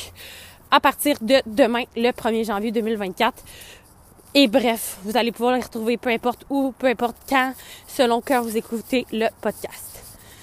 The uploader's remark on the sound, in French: 2024 vient de kick in dans mon corps et je n'ai pas eu le choix de sortir marcher pour vous enregistrer un dernier épisode.